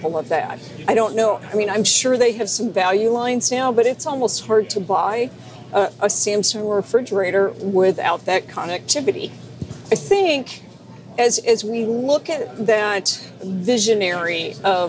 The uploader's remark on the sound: live from DistribuTECH 2020 in San Antonio